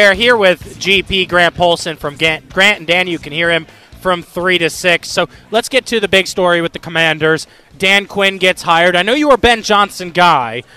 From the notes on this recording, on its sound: The conversation continues as we get more callers. Live from Radio Row.